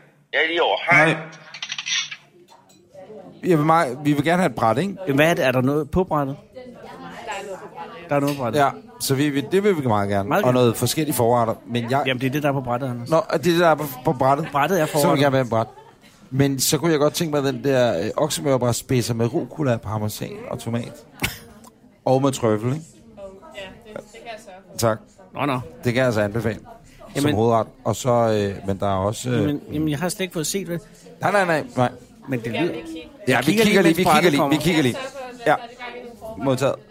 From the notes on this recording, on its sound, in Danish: Restaurant Fischer i København og det er her denne episode er optaget